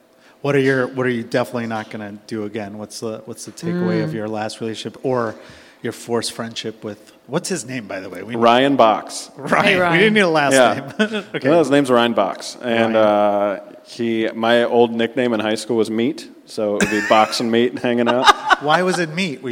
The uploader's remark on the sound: LIVE from Cubby Bear SINGLES ONLY!